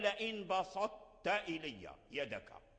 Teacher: لا، بقي جزء من الطاء، لأن لا يقدر التاء أن يدخل فيه الطاء. بقية صفة الإطباق القوية لا تدخل في التاء